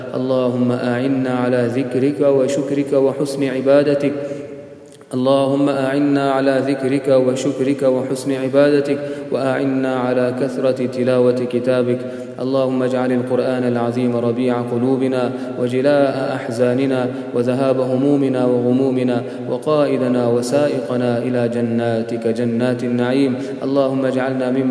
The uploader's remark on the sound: Qiyam-ul-layl. At the Houghton Masjid (West Street).